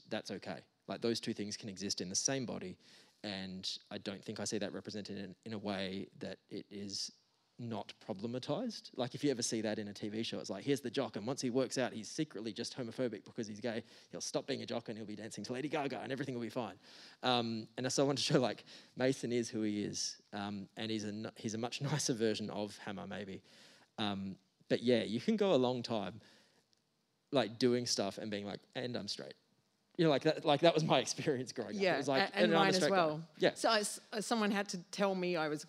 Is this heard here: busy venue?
yes